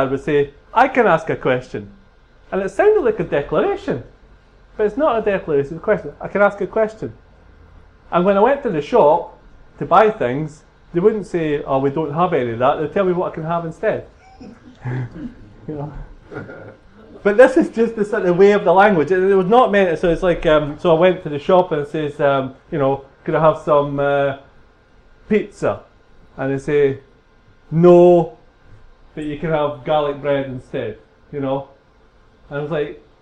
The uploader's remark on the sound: Speaks at SRHE International Research and Researchers Network Event - Migration and academic acculturation.